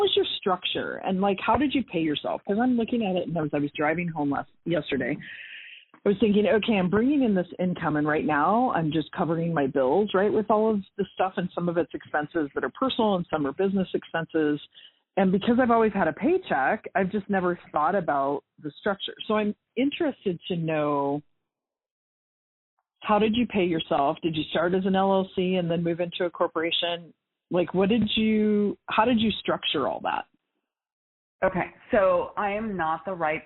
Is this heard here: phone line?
yes